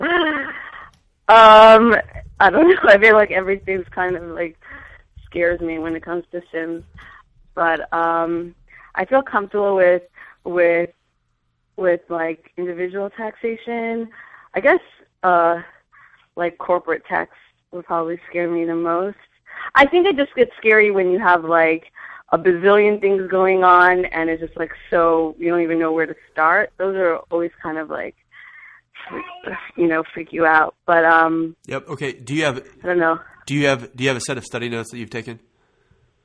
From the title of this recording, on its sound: Live Calls from CPA Candidates